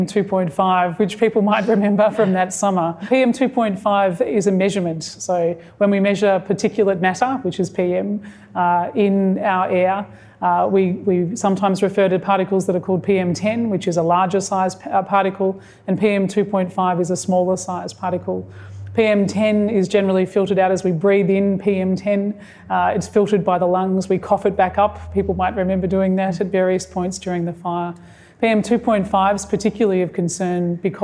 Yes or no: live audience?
yes